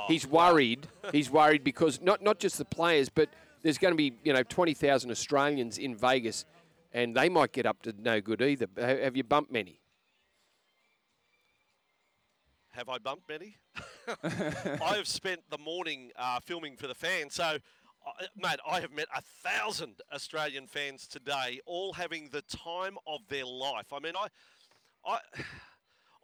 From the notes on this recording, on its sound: LIVE from Las Vegas. Joins the show outside of the Bellagio.